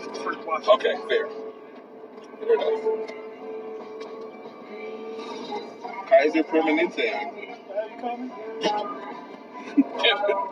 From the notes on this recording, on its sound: Very rough fucking audio.